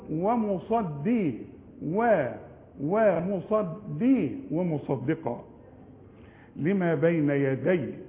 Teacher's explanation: الدال جاية بين الصاد التخينة والقاف التخينة وهي رفيعة، طلعها رفيعة